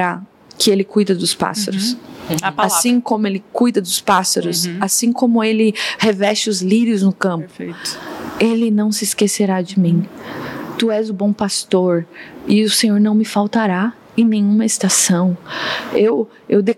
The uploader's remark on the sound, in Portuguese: dessa vez estivemos com a comunidade da Igreja Relevans na Relevans Conference 2023